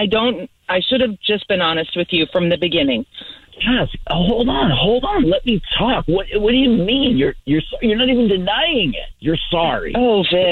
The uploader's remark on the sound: On the phone today.